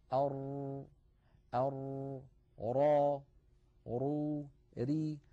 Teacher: ليس انحباسا كاملا كانحباس النون، وليس جريانا كاملا كجريان مثلا أش أو أص هكذا.